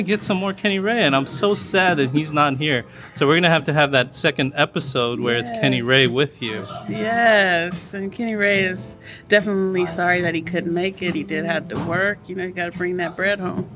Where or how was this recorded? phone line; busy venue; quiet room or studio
busy venue